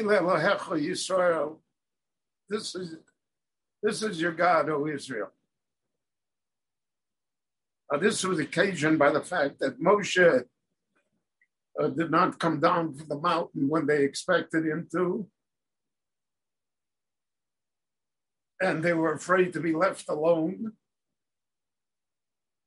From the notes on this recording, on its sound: Given LIVE in Jerusalem via Zoom.